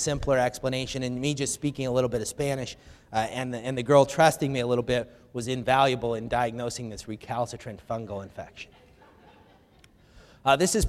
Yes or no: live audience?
yes